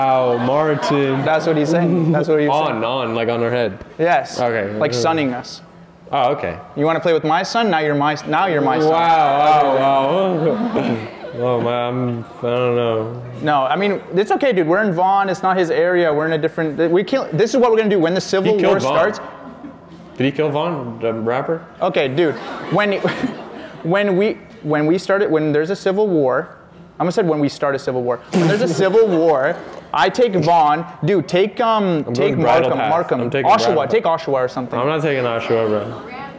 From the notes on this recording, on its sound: York University Live Show.